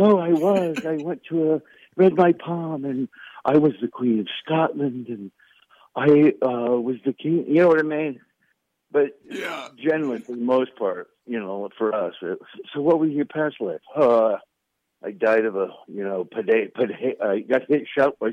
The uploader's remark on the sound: so we set up a couple phone calls